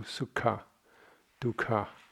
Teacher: the H is really just a puff of air after the consonant